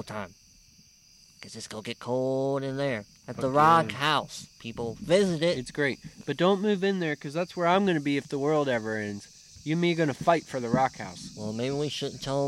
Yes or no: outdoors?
yes